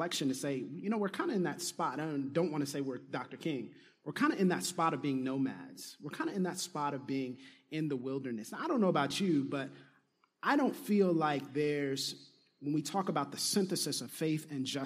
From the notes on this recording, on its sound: Live From Dallas. Live from Lifepoint Church in Dallas! Record in front of a live audience at the second stop of PTM Live Tour.